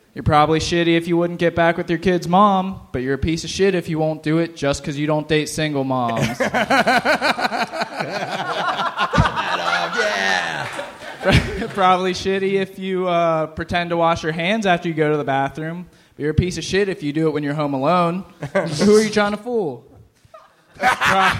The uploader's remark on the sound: This live talk show was recorded in front of a human audience. At Go Bananas Comedy Club in Cincinnati, OH.